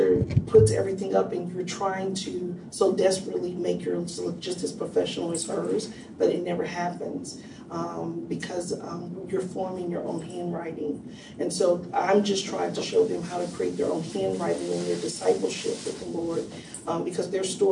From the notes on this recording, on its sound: This episode is from Lionshare, recorded at the National Disciple Making Forum.